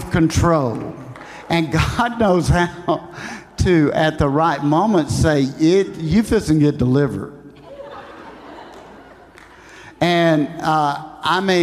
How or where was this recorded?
live audience